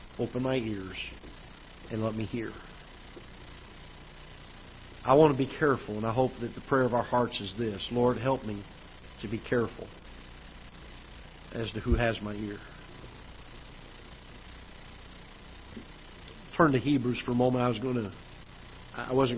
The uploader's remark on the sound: Ketha Heights Baptist Church ~ Live Broadcast.